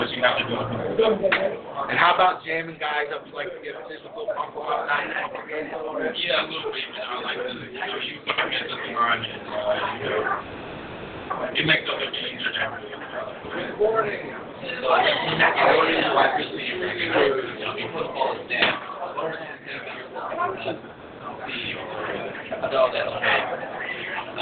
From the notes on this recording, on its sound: The 3rd Annual College Gridiron Showcase on location in Bedford, Texas. On location at the Holiday Inn in the City of Bedford.